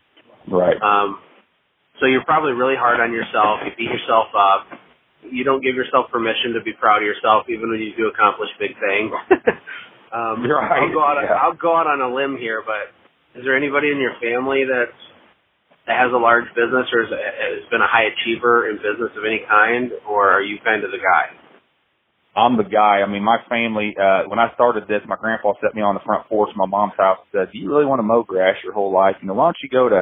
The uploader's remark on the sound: LIVE Coaching Call